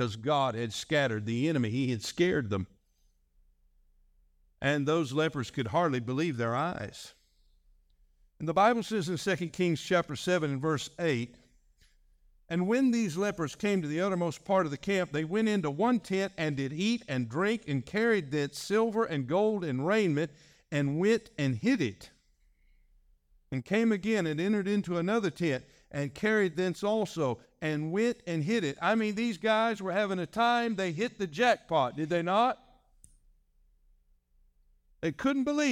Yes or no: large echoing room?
yes